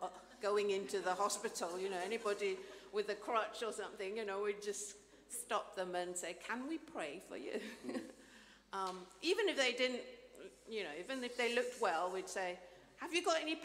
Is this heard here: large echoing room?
yes